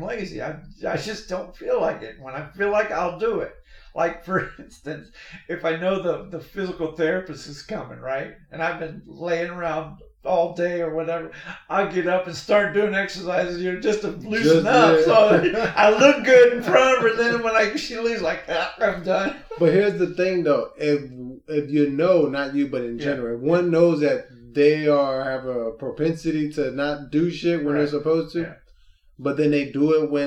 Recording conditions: poor sound quality